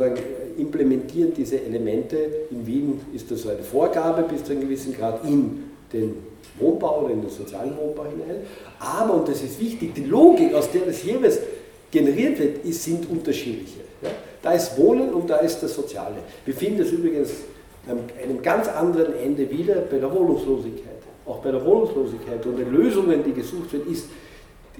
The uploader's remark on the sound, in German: Ausschnitte aus seinem Vortrag, welcher den Beginn des Symposiums stellte